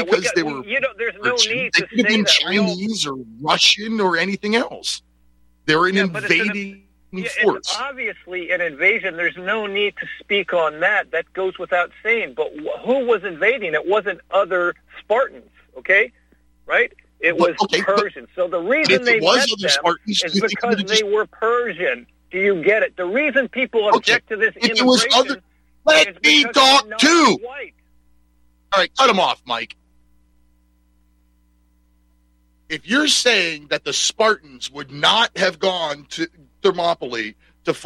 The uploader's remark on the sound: Your phone calls